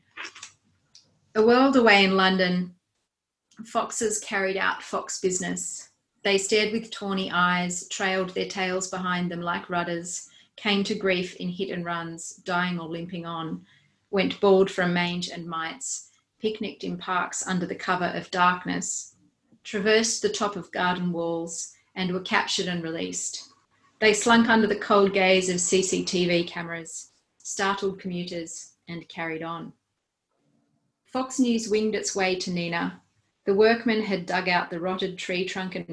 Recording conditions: video call